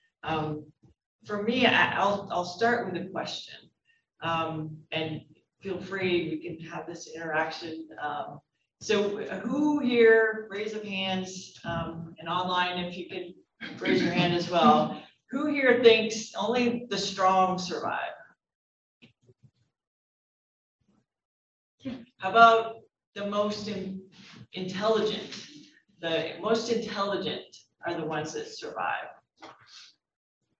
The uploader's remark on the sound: The July 2022 Roadmap to Leadership featured the Deputy Director, Chief Operating Officer, and several administrators of MDT. We present the audio from that webinar.